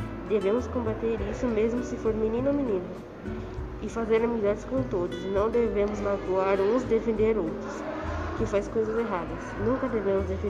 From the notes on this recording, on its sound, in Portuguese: SALA DE LEITURA. CEU EMEF JOSÉ REZENDE. ESSE PODCAST FOI GRAVADO DURANTE AS AULAS NA SALA DE LEITURA E NA SALA REGULAR DE AULA.